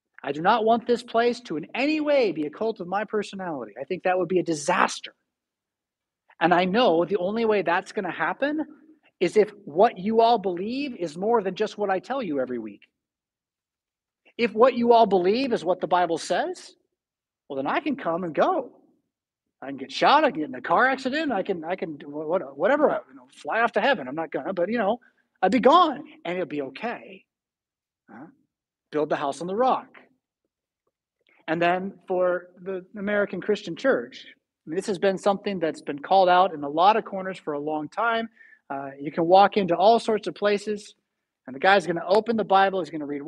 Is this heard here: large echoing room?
yes